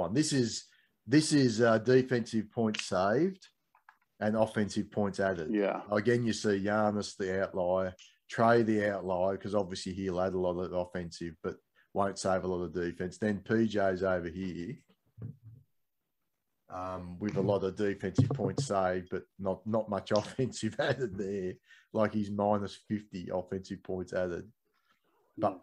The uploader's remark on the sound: jump onto a Zoom call